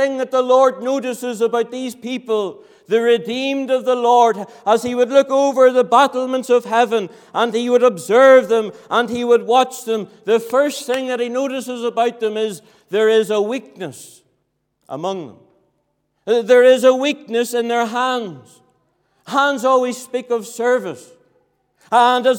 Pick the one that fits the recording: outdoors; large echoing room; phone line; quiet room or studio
large echoing room